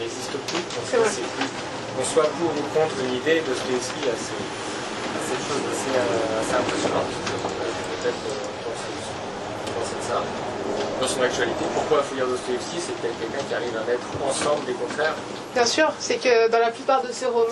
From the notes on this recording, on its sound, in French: Enregistré à La Nouvelle Librairie le 7 septembre 2023.